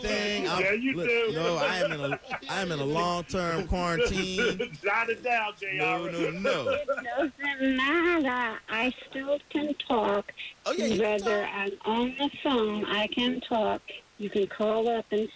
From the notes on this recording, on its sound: A Woman Called.